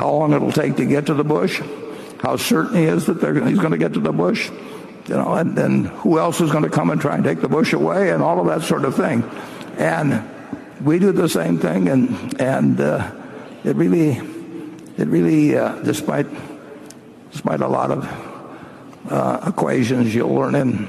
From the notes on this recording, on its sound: This is one of the highlights from the five hours of Q&A at the 2019 Berkshire Hathaway AGM in Omaha.